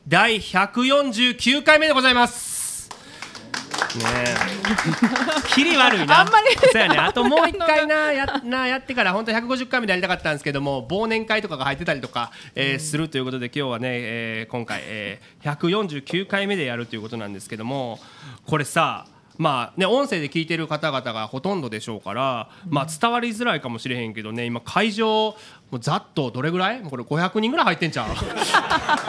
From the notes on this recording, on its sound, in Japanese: 公開収録！